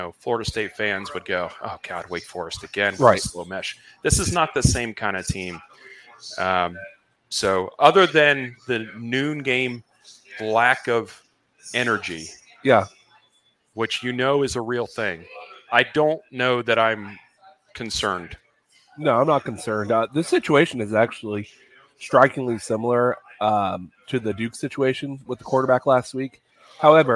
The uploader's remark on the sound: Gameday LIVE from Fishweir Brewing Company. LIVE from Fishweir Brewing Company in Jacksonville.